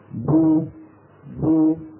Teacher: الباء المضمومة تخرج من الشفتين يعني بتباعدهما، ويصاحب ذلك انضمام للشفتين إلى الأمام